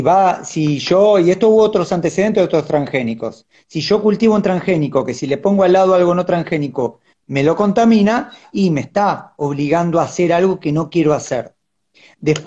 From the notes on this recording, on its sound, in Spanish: Audio de la charla en vivo por Instagram